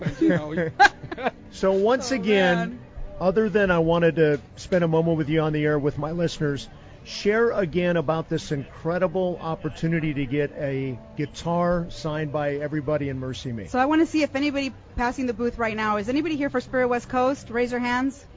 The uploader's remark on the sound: At the San Diego County Fair for Spirit West Coast! The K-Praise staff met listeners and gave away prizes.